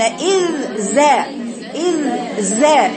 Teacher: صفير الثانيه صفير والاولى لا يوجد فيها صفير. صوت الصفير في السين اقوى منه بالزاي.